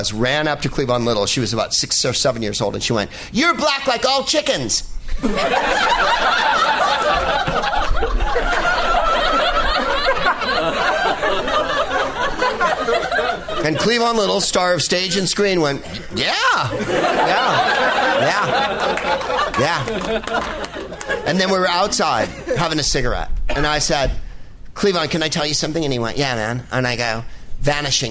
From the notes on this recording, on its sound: Live from the Punchline in Sacramento